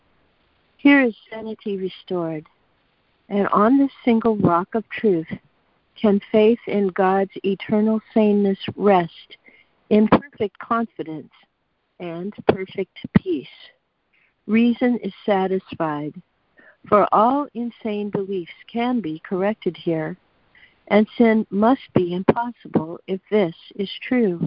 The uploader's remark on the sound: ACIM Daily Conference Call